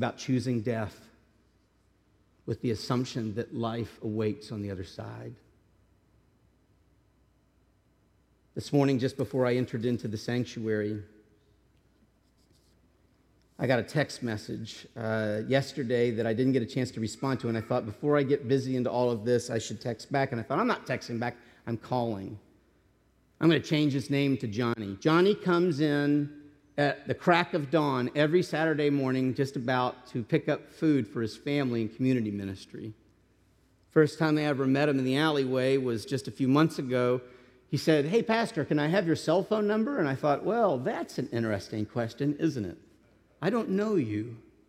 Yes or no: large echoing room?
yes